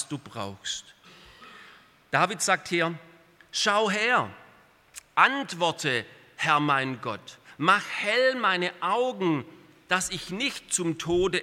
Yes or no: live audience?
yes